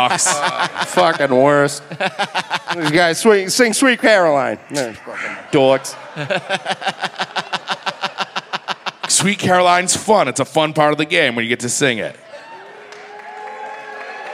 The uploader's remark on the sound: Recorded live at The Wilbur.